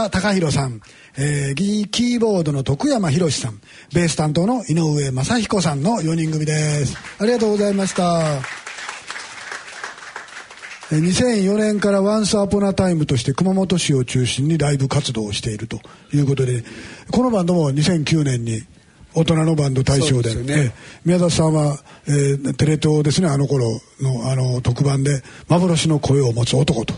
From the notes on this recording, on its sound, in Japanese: ２０１３年１２月２１日に開催された公開ライブ録音。開局６０周年ラジオNIKKEＩ「おとなののバンド大賞２０１３ in ヤマハ銀座スタジオ」。２０１３年の受賞バンドによるライブコンサートの模様をお聞きいただきます。